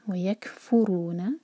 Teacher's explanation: سکون کے بعد فا، فا پر زور دیں گے. ویکفرون بما، بی پر زور.